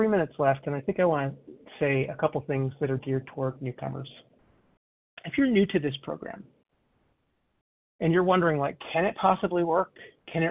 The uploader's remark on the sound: 100 Pounders Phone Meeting, 4/14/23